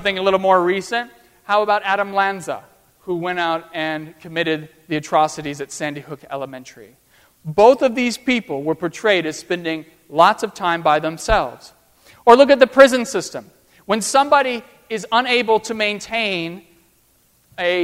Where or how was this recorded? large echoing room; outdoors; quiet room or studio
large echoing room